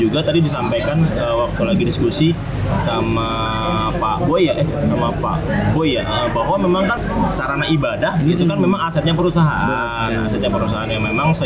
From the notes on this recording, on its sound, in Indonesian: Live Report Temu DKM 2 2023 direkam langsung di sela-sela acara pada 6-7 Oktober 2023 di Grand Mulya Hotel, Sentul Bogor.